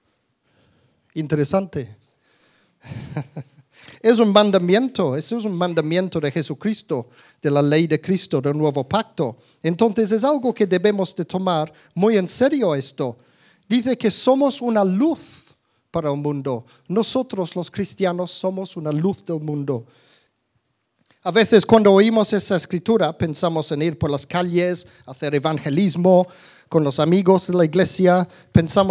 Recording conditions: live audience